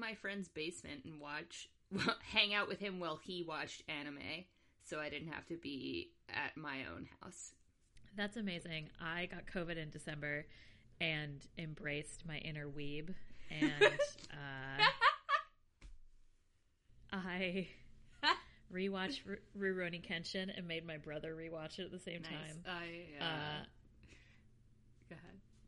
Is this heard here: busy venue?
no